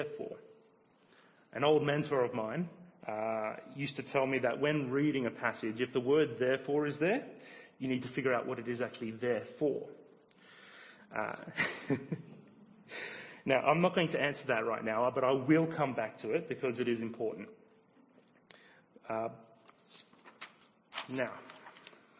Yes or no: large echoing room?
yes